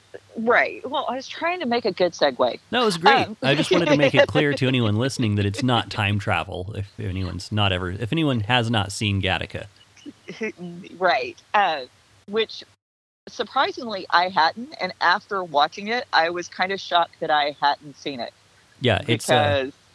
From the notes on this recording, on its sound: Had to record this last minute over the phone, so here audio quality is a little less than ideal. There are some times when you can hear some of the birds and bugs that live near her house.